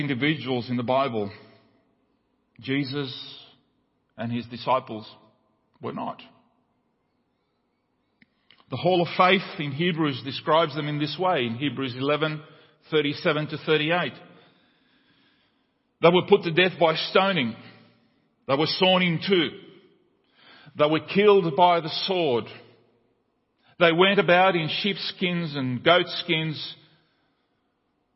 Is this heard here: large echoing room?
yes